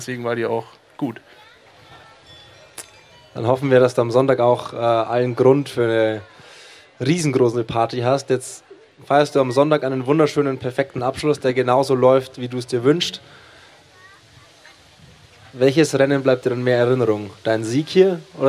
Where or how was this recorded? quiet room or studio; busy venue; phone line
busy venue